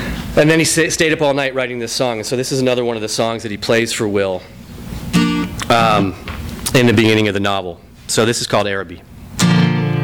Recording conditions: live audience